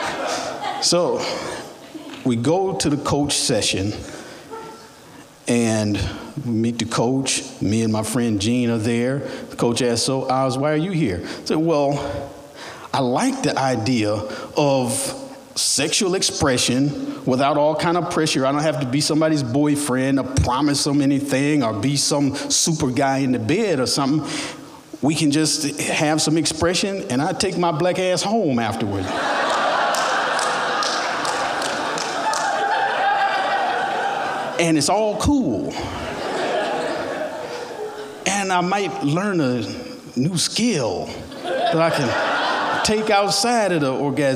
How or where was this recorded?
live audience